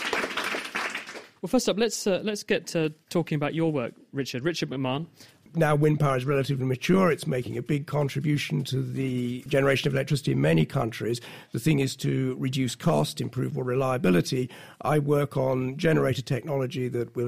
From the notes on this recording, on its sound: In this special Naked Scientists show, live from the Cambridge Science Centre, we talk to some of the researchers trying to do just that.